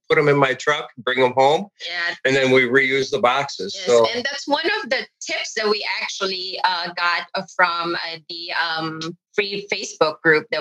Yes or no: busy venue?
no